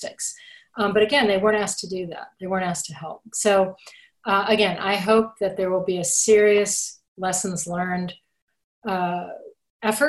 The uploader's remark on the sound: a virtual keynote discussion during the 2020 Future Strategy Forum